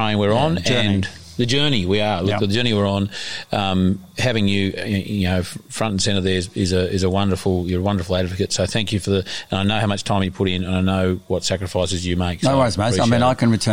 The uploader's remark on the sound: Short interviews. Recorded at the Regionality 'Farm 2 Plate Exchange.